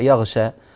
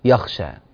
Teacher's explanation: وهذه الغين أيها الإخوة والأخوات تحتاج إلى عناية في نطقها حتى لا تتحول إلى خاء أو صوت قريب من صوت الخاء. في ناس لا تهتم بذلك، فبدلا من أن يقرأ يغشى تطلع معه يخشى، وهذا غير صحيح.